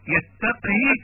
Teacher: بإسكان القاف وكسر الهاء بدون مد صلة